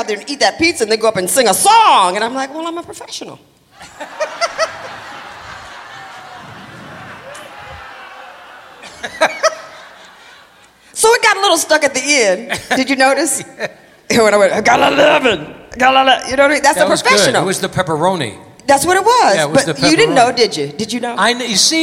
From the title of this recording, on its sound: Live at the Southpoint